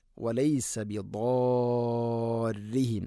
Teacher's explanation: റാഇന് ഷദ്ദുണ്ട്, ഷദ്ദുണ്ടെങ്കിലും റി എന്നല്ല, റാഇനെ തർഖീഖ് ചെയ്യണം